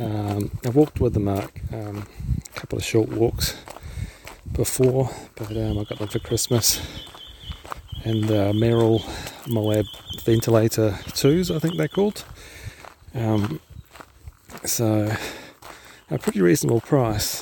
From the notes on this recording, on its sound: I add a little bit of audio to my blog entries by recording while I am walking.